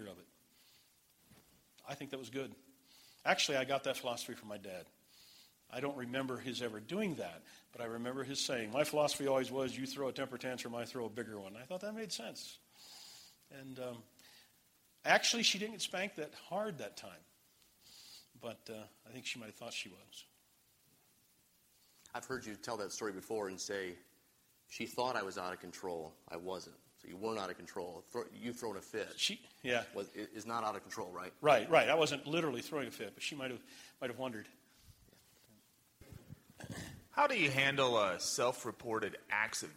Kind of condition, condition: setting, large echoing room